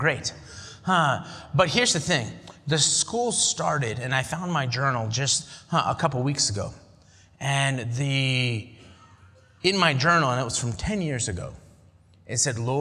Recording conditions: large echoing room